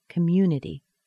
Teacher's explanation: And notice how mune, the syllable right before the I-T-Y, is the primary stress. Well, that I-T-Y, the T, sounds like a D. That Y is a weak stress. · Term: softened T sound